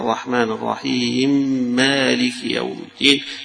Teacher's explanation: كأن هنا الكسرة بتاعت الرحيم حيلغيها ويدغم الميم فيما يليها · Term: الإدغام